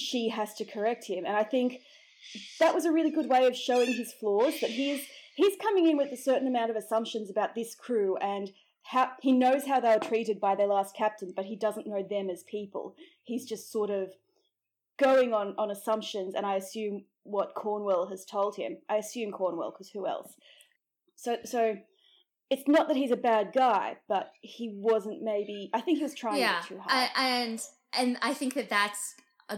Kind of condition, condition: fault, sounds in the background